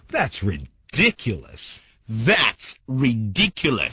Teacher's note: when you say ridiculous, you've got to really stress the second syllable